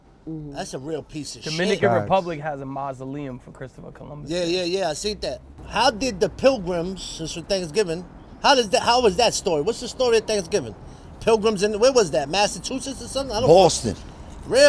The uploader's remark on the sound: Thanksgiving day live from Coney Island!